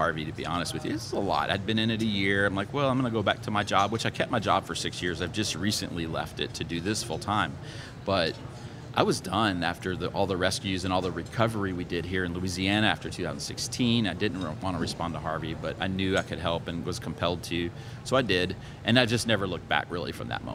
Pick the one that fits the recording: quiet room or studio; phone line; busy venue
busy venue